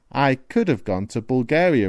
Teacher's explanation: The pronunciation of could have is also important. We don't say the words separately. They come together and the have nearly disappears.